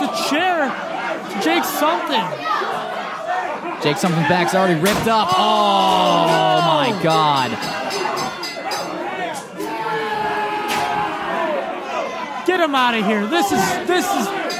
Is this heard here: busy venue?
yes